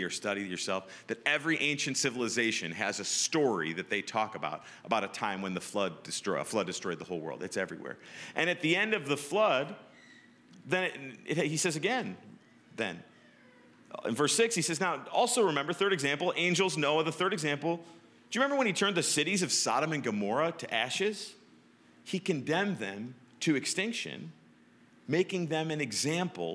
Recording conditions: large echoing room